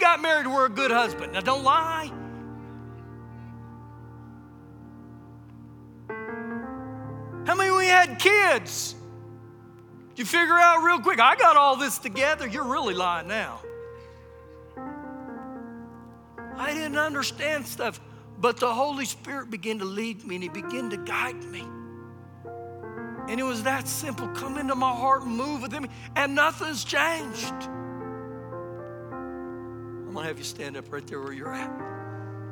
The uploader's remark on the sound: Recorded live during our Sunday morning service